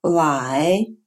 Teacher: Китайский «л» отличается от русского «л» опусканием спинки языка.